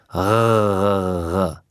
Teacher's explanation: To ni pravi R, gre za grlni R, oziroma ni pravi slovanski R, gre za grlni, koroški, avstrijski, kakorkoli ga imenujemo R.